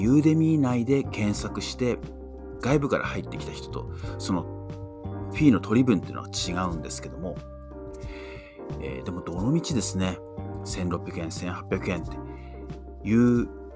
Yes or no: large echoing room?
no